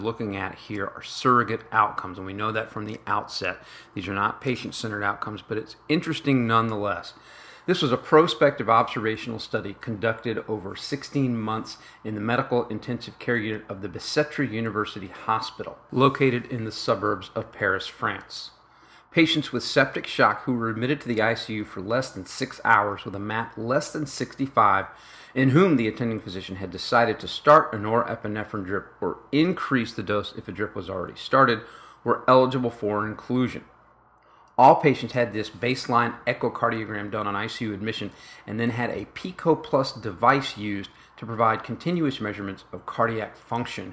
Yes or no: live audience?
no